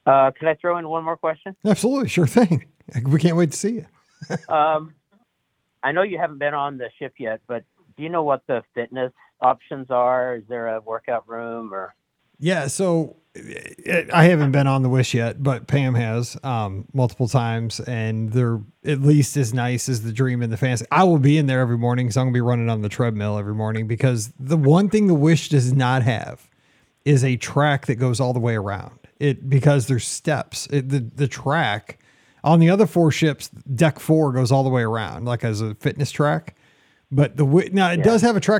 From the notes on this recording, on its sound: This is the Live Call-in Show. We take lots of calls over the hour.